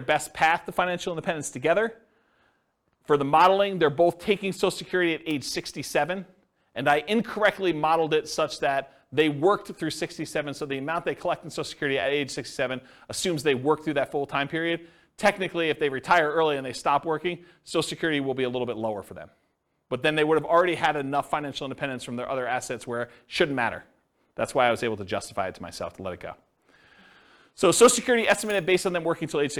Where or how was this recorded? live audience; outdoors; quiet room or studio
live audience